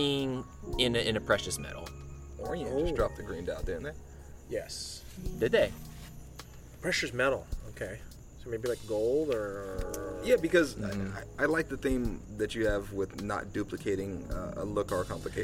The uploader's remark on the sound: Outside of his SGV home. The nights light rippled off of his pool and the bottom of our glasses were always left wet.